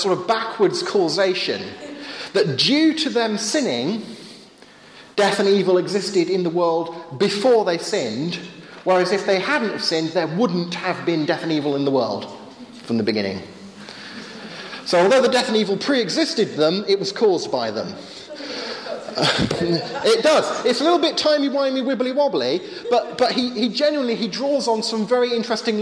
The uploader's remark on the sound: Sunday afternoon talk with Q&A at Hesketh Bank Christian Centre.